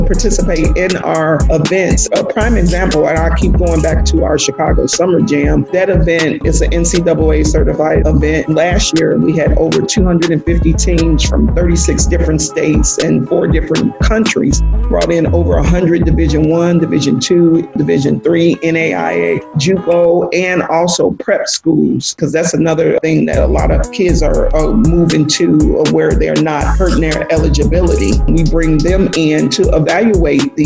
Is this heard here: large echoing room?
no